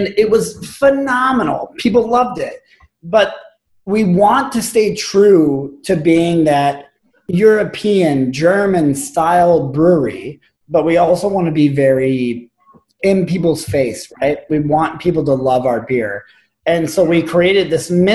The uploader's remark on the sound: Virtual happy hour Zoom chat. This edition is another video/audio extended edition.